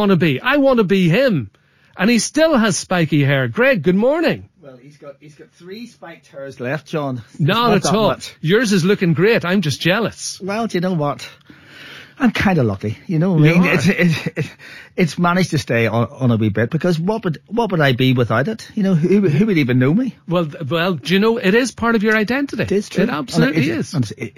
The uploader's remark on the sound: called in for a chat